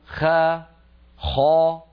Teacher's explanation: صوت الخاء قد اصطدم بقبة الحنك وعاد وله رنين يملأ الفم، هذا الرنين الذي يملأ الفم سماه علماؤنا التفخيم، لذلك قالوا التفخيم مستحق الاستعلاء، يعني يترتب على الاستعلاء أن يكون الحرف مفخما، هذا مثال لمستحق الحرف.